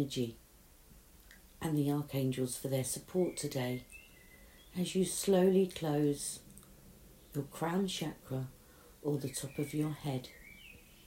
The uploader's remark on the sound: With the noise of the birds in the garden as background.